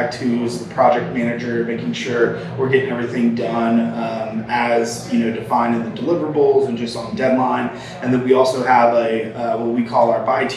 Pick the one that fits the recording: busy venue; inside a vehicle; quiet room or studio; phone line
busy venue